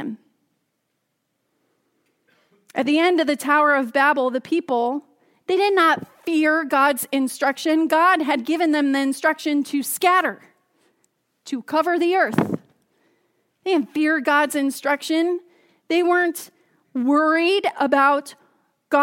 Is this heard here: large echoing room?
yes